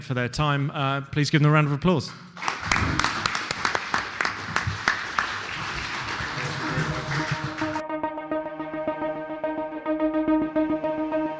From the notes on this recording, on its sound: Highlights from the Canadian Mining Symposium in London. A panel session.